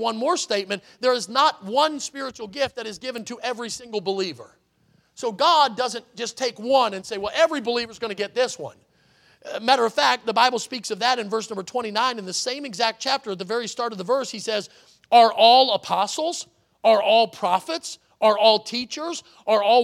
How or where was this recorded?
large echoing room